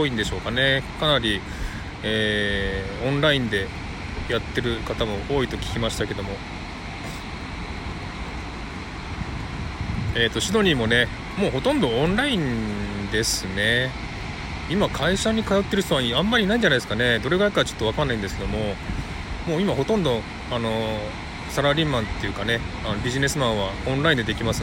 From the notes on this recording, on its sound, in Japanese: LIVE #001【初ライブ】 from Bondi beach。雨の降りそうなシドニー ボンダイビーチから、初ライブ。